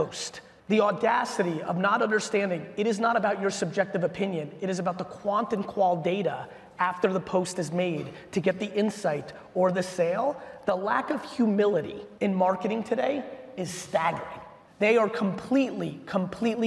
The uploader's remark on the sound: a Keynote in 5 recap from a recent keynote I gave in Houston, Texas for Sonic Automotive